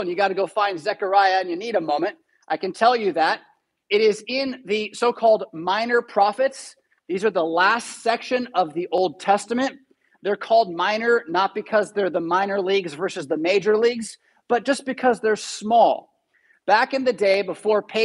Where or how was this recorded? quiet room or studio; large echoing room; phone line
large echoing room